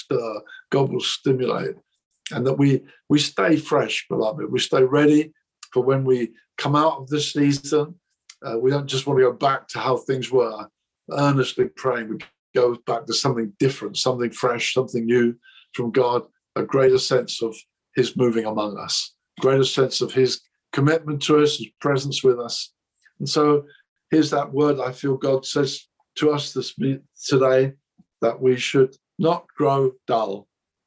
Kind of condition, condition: link, video call